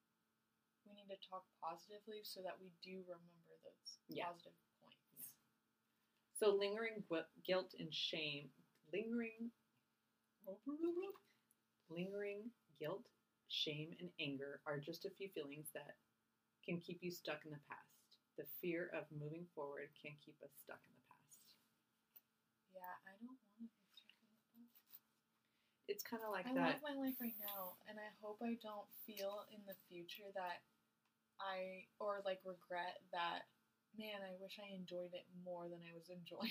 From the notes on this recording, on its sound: We apologize for the sound quality. We thought the new equipment was working.